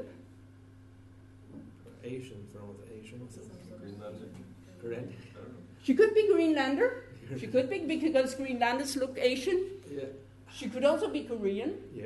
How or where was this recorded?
live audience